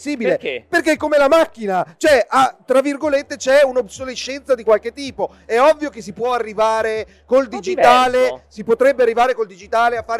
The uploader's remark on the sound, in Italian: Milan Games Week 2022 DAY 3. In diretta dal Milan Games Week 2022.